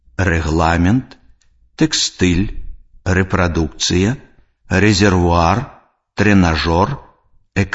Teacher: Націскны «э» захоўваецца ў шмат якіх запазычаных словах.